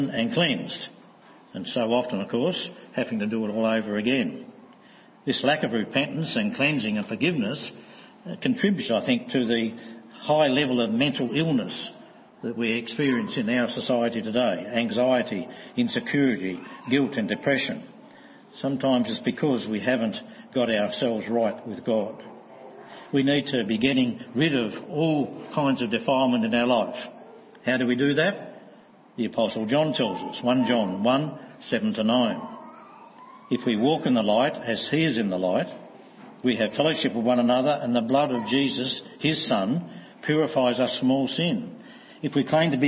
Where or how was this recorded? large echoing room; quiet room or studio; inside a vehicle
large echoing room